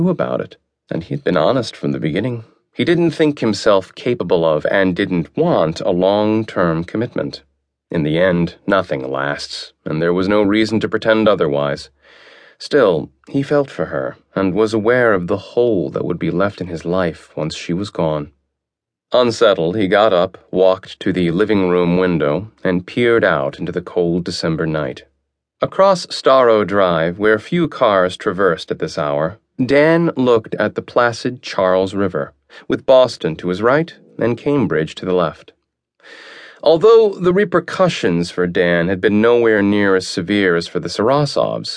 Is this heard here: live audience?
no